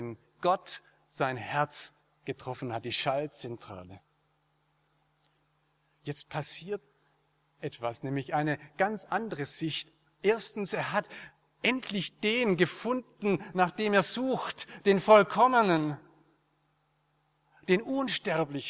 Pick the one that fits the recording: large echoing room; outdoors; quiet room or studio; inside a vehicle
large echoing room